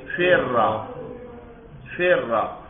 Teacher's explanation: حرکت نہیں دے سکتے کیونکہ پھر تو ادغام ٹوٹ جائے گا، تو دوسری را کو حرکت دیں گے اور فتحہ دے دیں گے کیونکہ فتحہ اخف الحرکات ہے، سب سے آسانی سے زبان سے